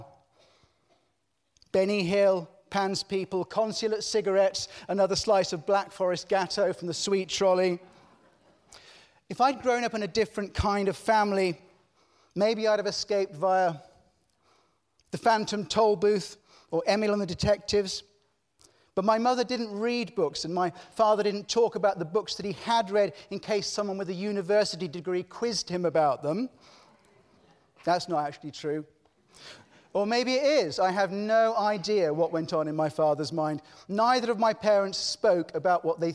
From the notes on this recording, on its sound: The 5x15 Halloween special recorded at Conway Hall on 30th October 2018. 5x15 brings together five outstanding individuals to tell of their lives, passions and inspirations. There are only two rules - no scripts and only 15 minutes each.